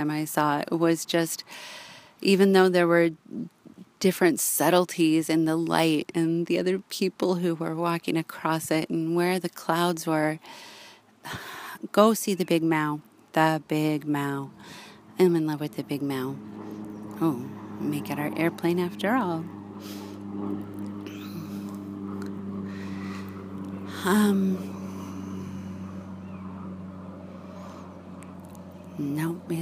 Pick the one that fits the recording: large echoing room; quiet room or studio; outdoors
outdoors